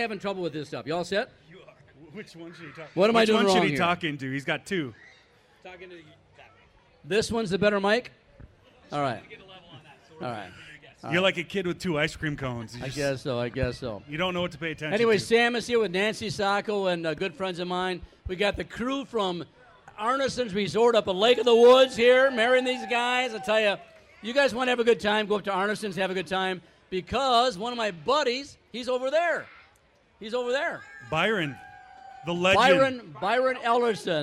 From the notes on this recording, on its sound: Live Broadcast from the Minnesota State Fair